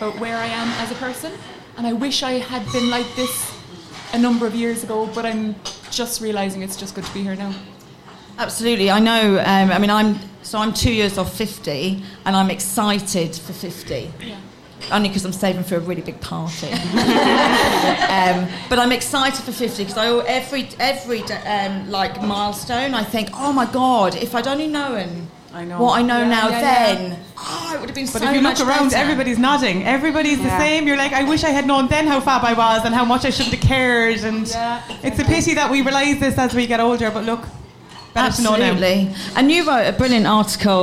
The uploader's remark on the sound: Our first live podcast held at Brown Thomas Cork.